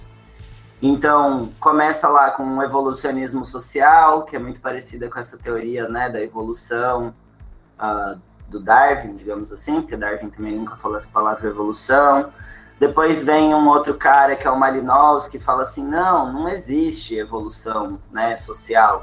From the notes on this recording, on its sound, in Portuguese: Essa conversa foi a primeira mesa redonda da X Semana Acadêmica de Moda, que aconteceu via Google Meet no dia 28/09/2021.